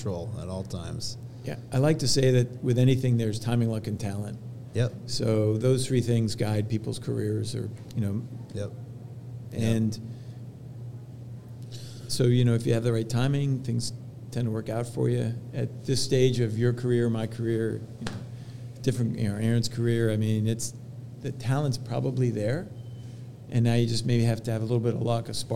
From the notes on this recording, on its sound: Recorded during Fed Supernova 2023.